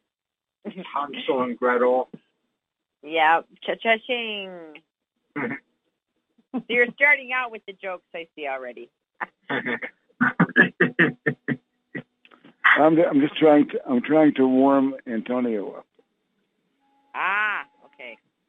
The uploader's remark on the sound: Conference Call LIVE